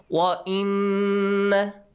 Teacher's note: I mean, stretch the sound for two beats. وَإِنَّ the sound is produced from your nose, okay? That's called غنّة، which is translated to English as nasal sound.